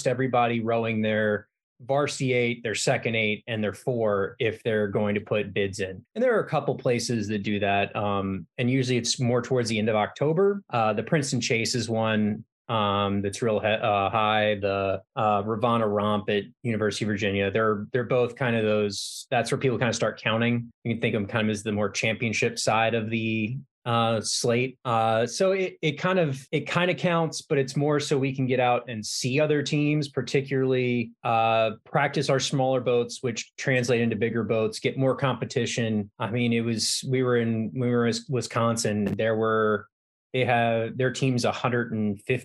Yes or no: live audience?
no